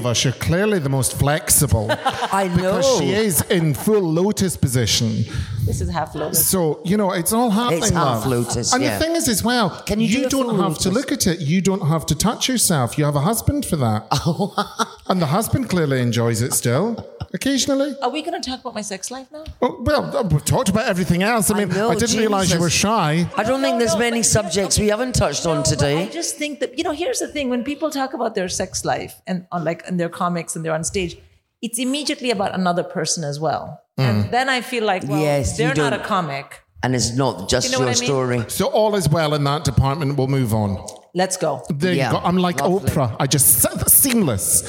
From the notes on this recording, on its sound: We're back with some of the Edinburgh Fringe live shows. Hour-long recording of their podcast.